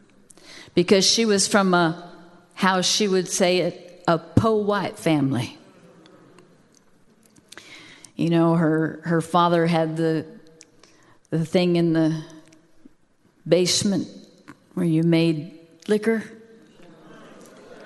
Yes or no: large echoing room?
yes